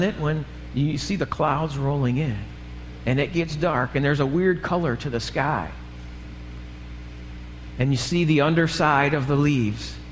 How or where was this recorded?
large echoing room